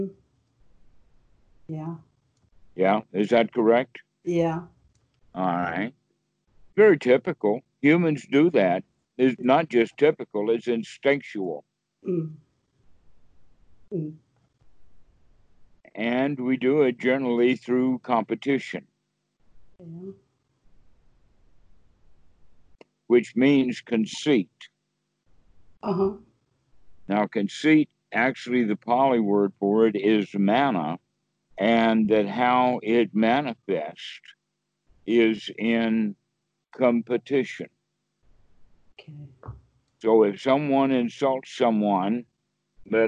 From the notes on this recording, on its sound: skype calls on this channel